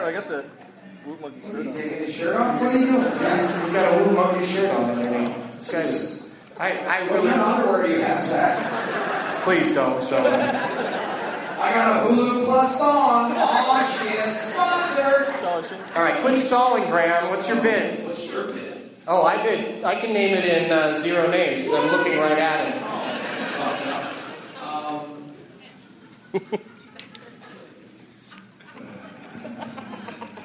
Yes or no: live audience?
yes